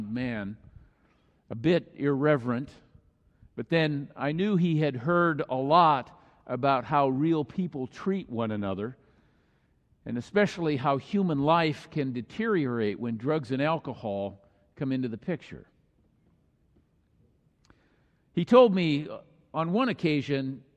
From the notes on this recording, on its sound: Thanksgiving message on this Christ the King Sunday was delivered during the Traditional Worship service.